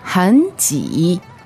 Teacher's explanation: that's two third tones in a row, so you want to do the tone change